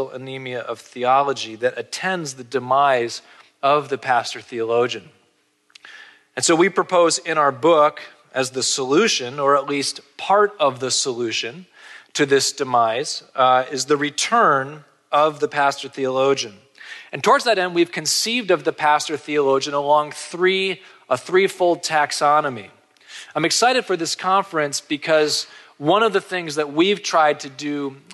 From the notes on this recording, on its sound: This episode features a conference lecture